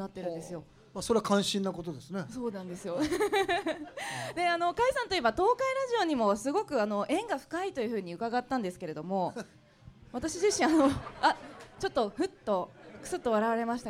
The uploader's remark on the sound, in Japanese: 公開収録が行われ。TOKAI RADIO「SUNDAY FUNDAY!」内で放送された。